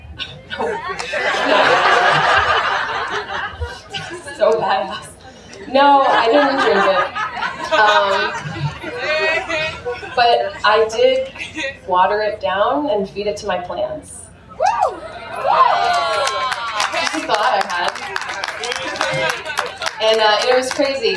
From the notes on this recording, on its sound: live 2017 talk at the Oregon Eclipse festival